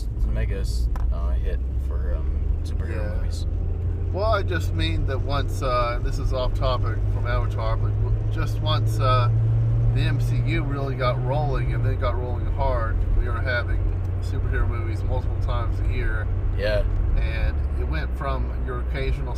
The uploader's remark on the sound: Jump in the car with the Irreverent Nerds as we travel to and from the theatre.